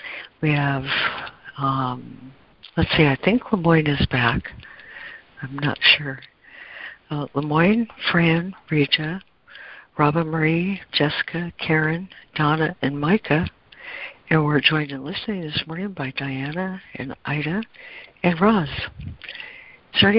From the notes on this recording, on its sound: ACIM Daily Conference Call